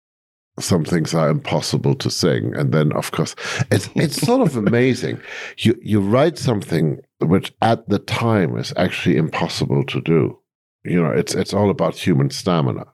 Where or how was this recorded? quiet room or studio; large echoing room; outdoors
quiet room or studio